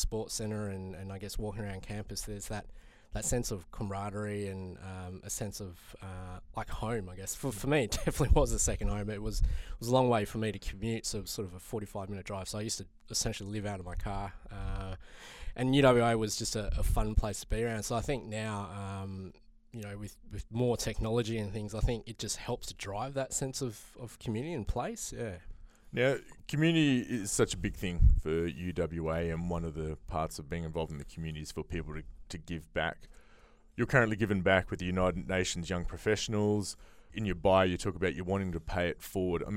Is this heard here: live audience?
no